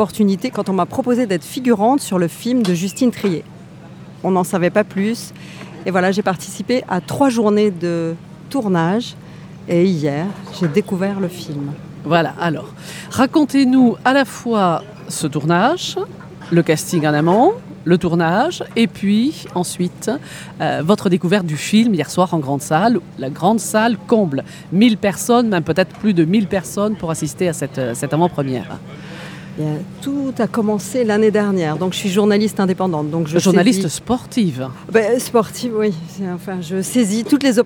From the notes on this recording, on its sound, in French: conférence de presse lors du 76ème Festival de Cannes